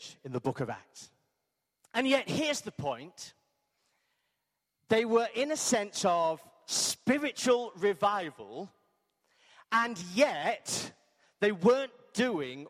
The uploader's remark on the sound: Arena Church Ilkeston